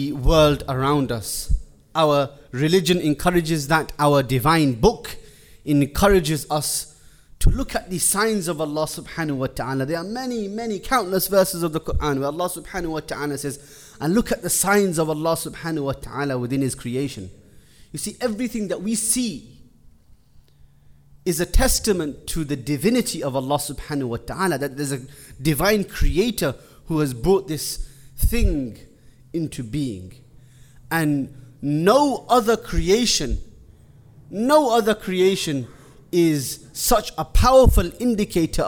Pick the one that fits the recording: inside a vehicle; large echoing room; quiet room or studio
large echoing room